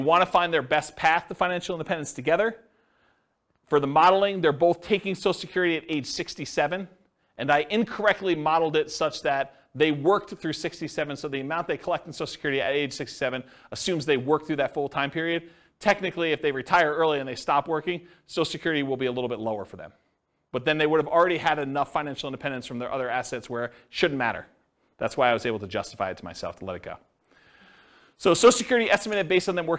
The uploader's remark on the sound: This was a live class recorded